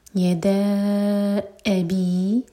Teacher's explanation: یدا چار حرکیں، ابی مد کے بعد حمزہ پر کٹ آف ساؤنڈ